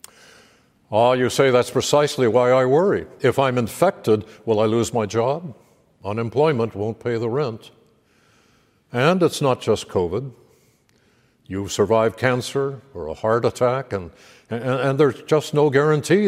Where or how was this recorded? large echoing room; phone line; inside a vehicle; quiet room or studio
large echoing room